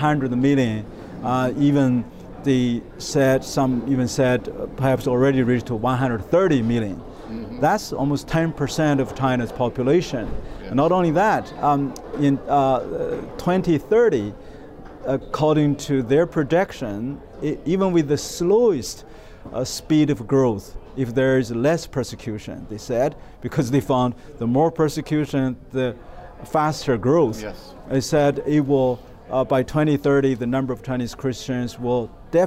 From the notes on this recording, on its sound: Hosted in partnership with the Religious Freedom Institute ( ), the IRF Summit Authors' Corner took place at the IRF Summit 2022 ( ) in Washington, D.C.